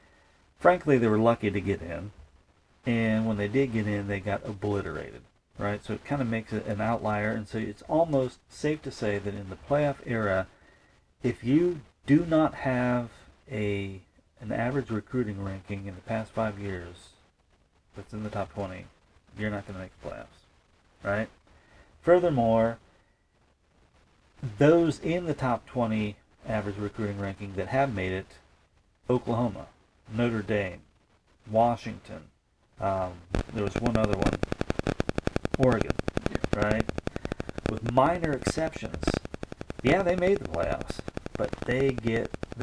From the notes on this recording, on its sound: The sound kinda blows. That is why the sound is, as stated on Beavis and Butthead....Raw and Vital.